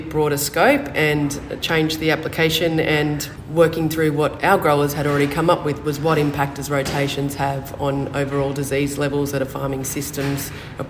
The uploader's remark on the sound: on site at the Australian Cotton Research Conference in Toowoomba at the start of September